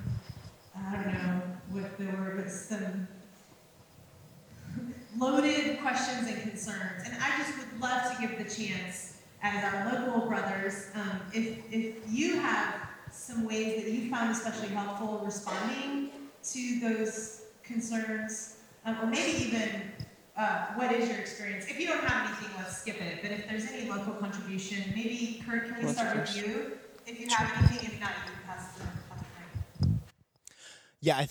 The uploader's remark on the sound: Q & A Recorded 18 February 2016 Brookside Campus